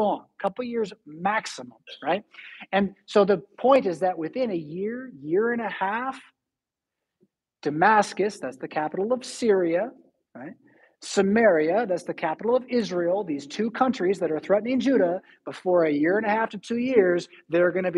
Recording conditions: large echoing room